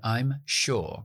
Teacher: todo el mundo dice I'm sure con la O larga